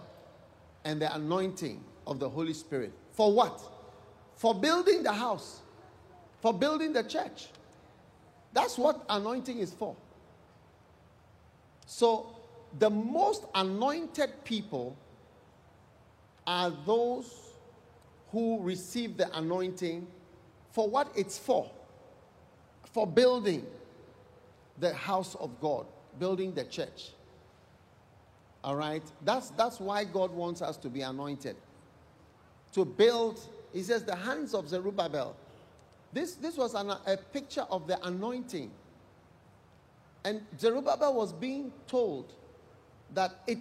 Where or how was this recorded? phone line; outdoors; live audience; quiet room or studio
live audience